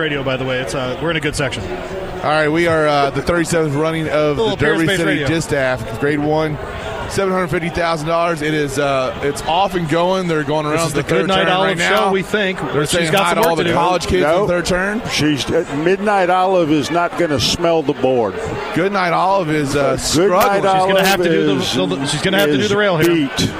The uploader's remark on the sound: live from Churchill Downs